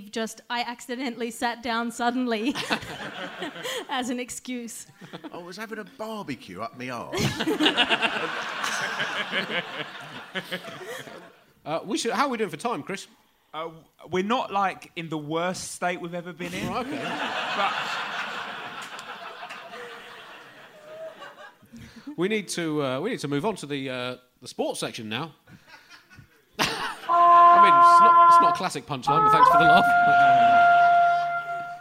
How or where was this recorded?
live audience